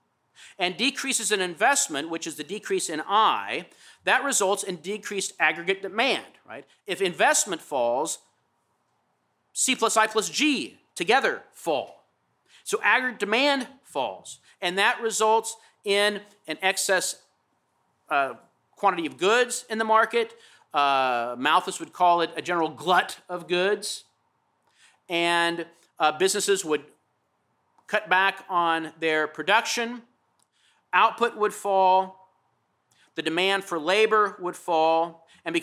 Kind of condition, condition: setting, large echoing room